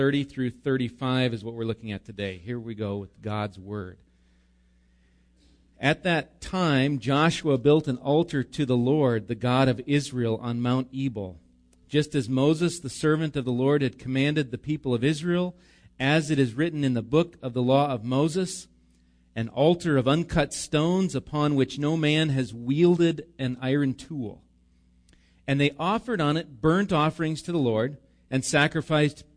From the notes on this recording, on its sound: Recorded live at Bethany Bible Church on 5/26/19